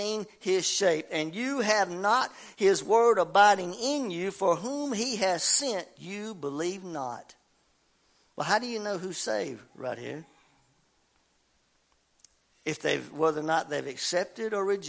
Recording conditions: large echoing room